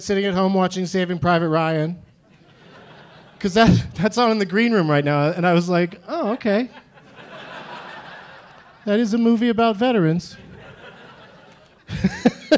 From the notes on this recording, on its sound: Live from Wiseguys Comedy Club in Salt Lake City